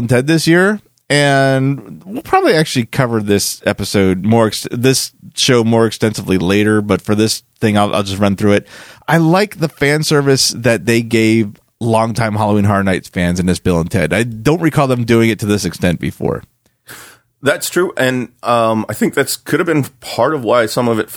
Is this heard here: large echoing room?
no